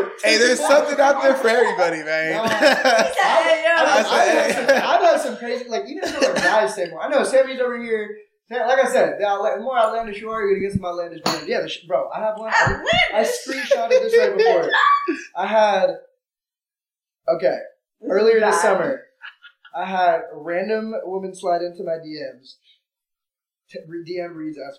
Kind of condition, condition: fault, poor sound quality